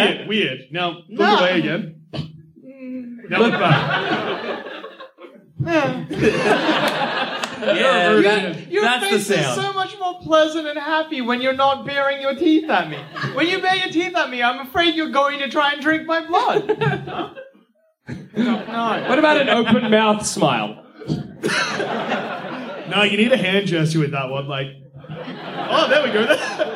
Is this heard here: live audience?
yes